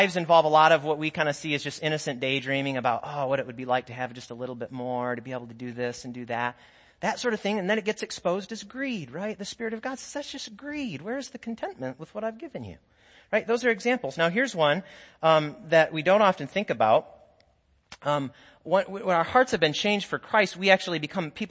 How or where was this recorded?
large echoing room